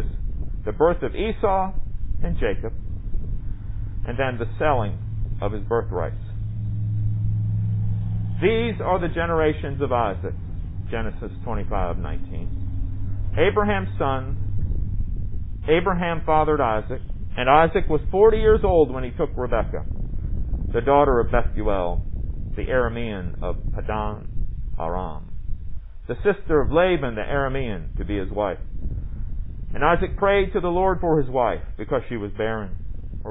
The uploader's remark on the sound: Recorded under the Pavilion during worship on July 12, 2020.